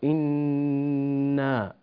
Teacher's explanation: شدد النون والغنة فيها بمقدار حركتين